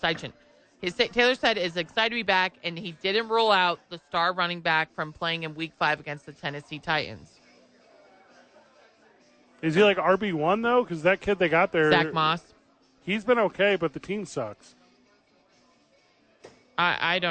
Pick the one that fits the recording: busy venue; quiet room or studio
busy venue